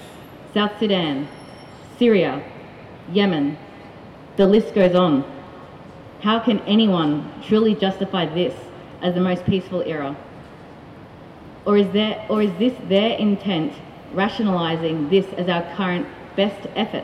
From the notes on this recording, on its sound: Given in Anzac Square in Brisbane /Meanjin as the keynote speaker at the Australia Peacekeepers annual celebration organised by the United Nations Association of Australia. To a crowd of peacekeepers, military, united nations community of ambassadors, consuls and volunteers.